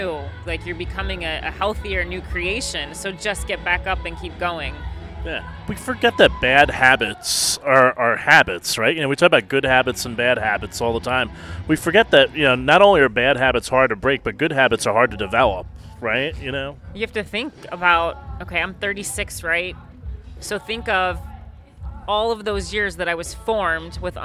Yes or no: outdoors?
yes